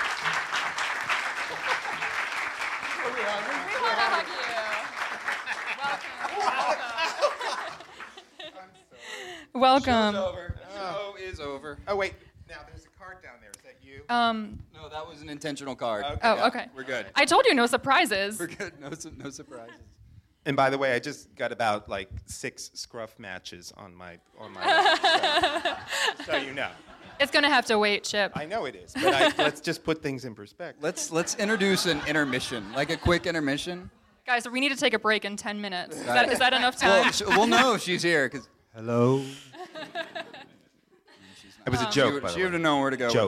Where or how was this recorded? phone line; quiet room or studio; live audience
live audience